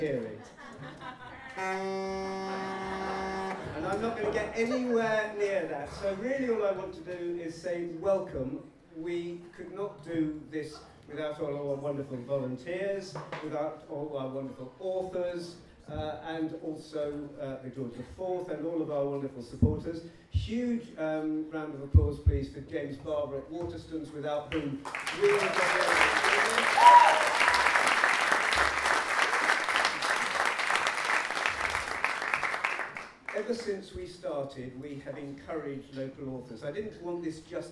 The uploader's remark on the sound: For the Book Festival's Local Writers evening at the George lV Pub on the High Road. Chiswick, West London, for the Book Festival's Local Writers evening at the George lV Pub on the High Road.